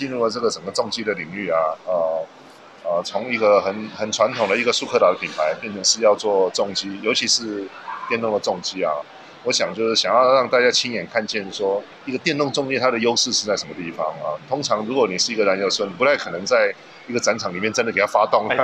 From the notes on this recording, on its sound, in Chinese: Kisplay米蘭二輪車展現場直擊！